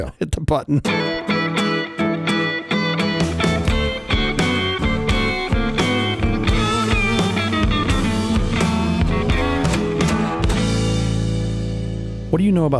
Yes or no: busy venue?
no